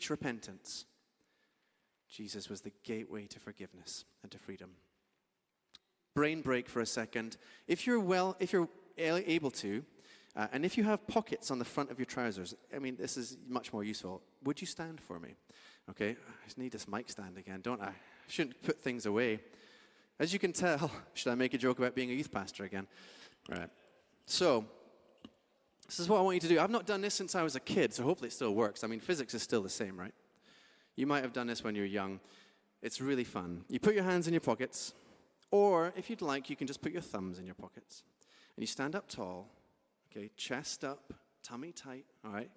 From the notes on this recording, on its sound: Streamed live at St Paul's Shadwell on Sunday, 27 Aug 2023.